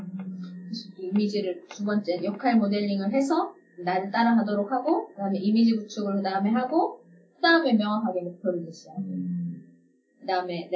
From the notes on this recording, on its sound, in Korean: (1회부터 3회까지 음질이 고르지 못해 양해부탁드립니다.)